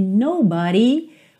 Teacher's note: Olha que interessante, aqui nobody, uma pronúncia típica do inglês americano, porque no britânico seria nobody, nobody, ok? Então não tem aquele d, tem o rarara.